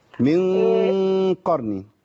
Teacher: النون بعدها قاف على طول فيها إخفاء